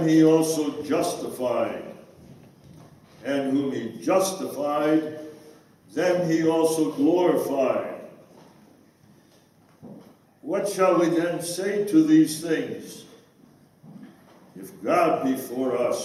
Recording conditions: live audience